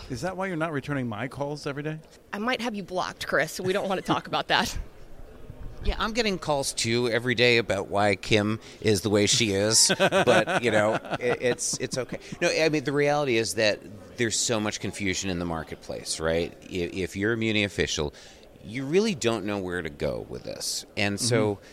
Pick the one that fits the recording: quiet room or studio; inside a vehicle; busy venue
busy venue